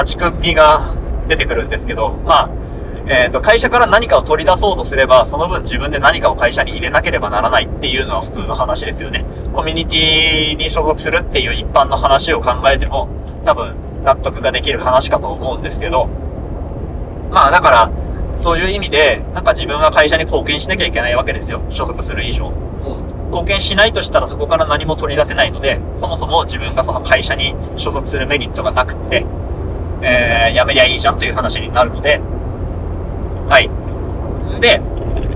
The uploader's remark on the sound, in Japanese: 高速道路走っておりますとでノイズがを決めかなぁと思いますお聞き苦しいと思いますがご容赦ください。高速道路っていうのもあっておっきめの滝した声で送りしております。